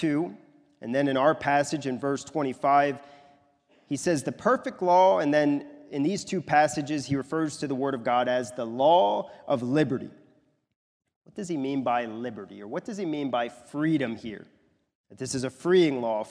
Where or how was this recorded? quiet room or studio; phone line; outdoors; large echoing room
large echoing room